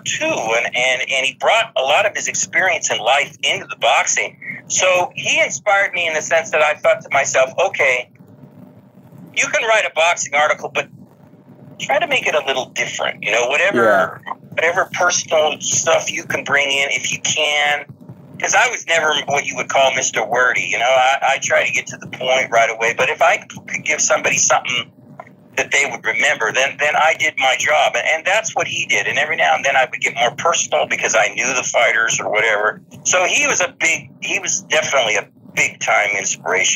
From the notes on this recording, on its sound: Phone interview for The Weigh-In Podcast.